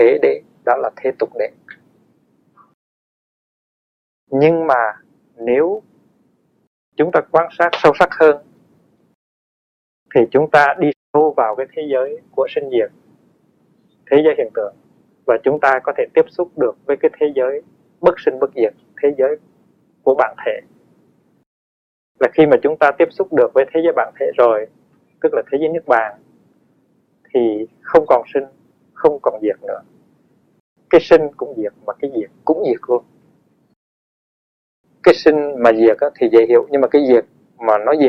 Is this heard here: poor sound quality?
yes